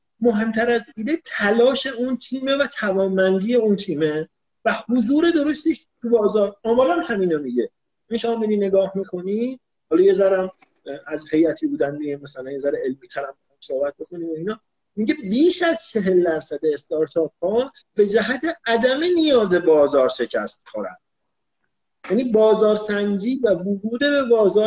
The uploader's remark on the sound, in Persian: فایل صوتی اینستالایو